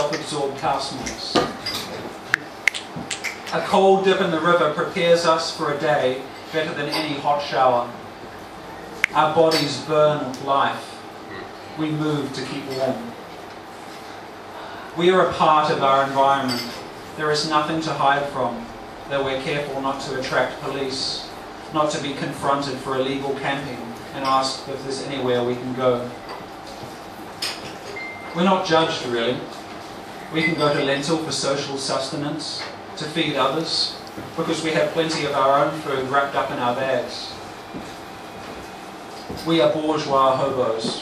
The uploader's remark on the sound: performing at the delightful spoken word open mic at Oussou in Melbourne